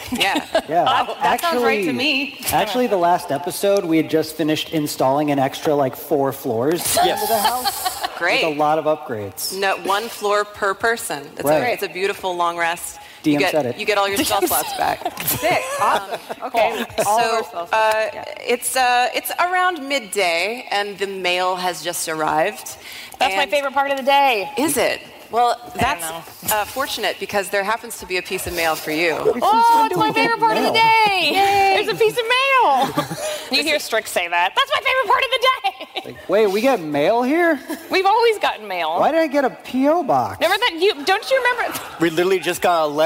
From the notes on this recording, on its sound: special episode live from PAX East 2019